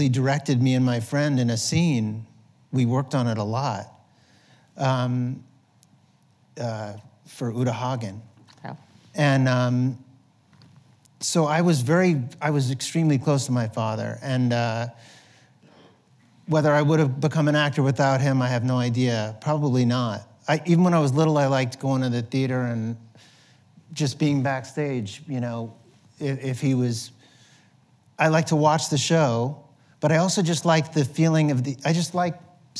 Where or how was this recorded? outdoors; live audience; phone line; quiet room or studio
live audience